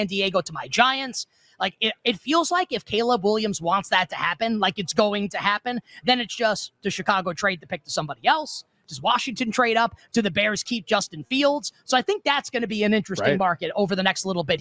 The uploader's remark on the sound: LIVE from Las Vegas at the Mandalay Bay!